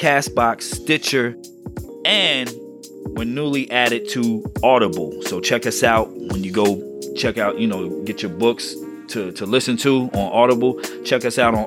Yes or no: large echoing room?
no